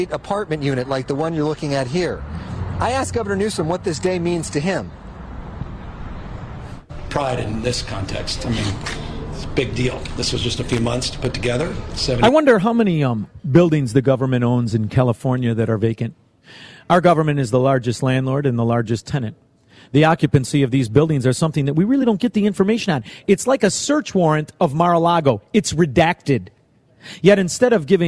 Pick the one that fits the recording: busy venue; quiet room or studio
busy venue